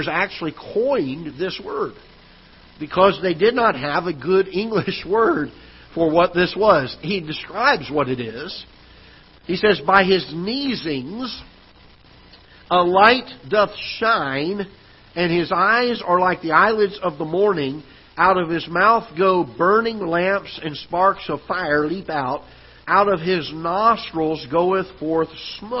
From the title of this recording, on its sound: Ketha Heights Baptist Church ~ Live Broadcast